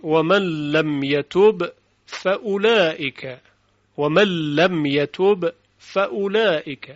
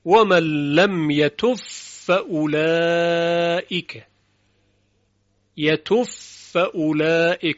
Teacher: به این صورت، ومن لم يتوف فأولئك، يتوف فأولئك، یعنی با و قلقلش دیگه از بین رفته، اتصال صوتین، صوت با به صوت فا متصل میشه، با در فا فنا میشه و حرف فا مشدد شنیده میشه · Shown in: second take · Term: ادغام